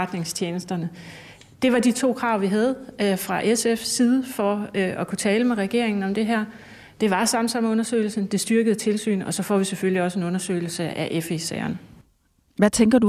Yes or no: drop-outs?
no